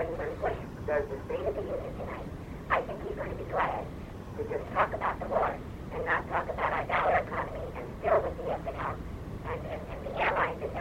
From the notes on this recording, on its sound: technical difficulties with show, and tape